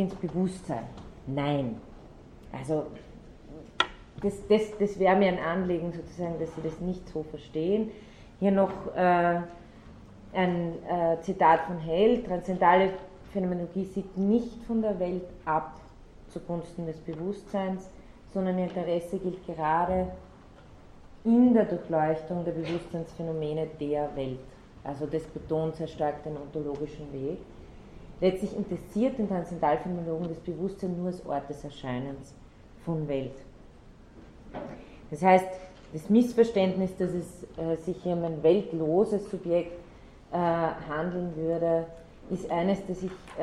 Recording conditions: large echoing room